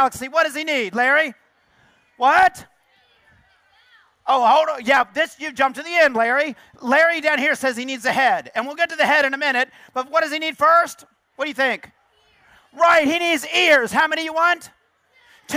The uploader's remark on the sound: 2012 National Book Festival.